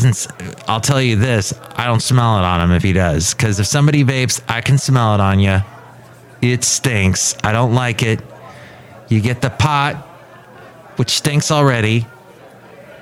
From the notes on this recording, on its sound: podcasts live from Cafe Anyway